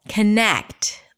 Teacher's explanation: It's the second syllable, connect, longer, louder, higher in pitch. · Term: primary stress